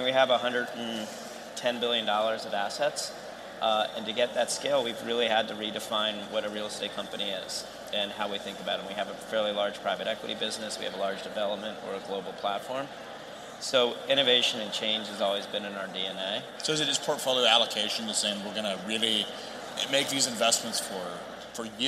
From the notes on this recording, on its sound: on the set of FreightWaves LIVE in Chicago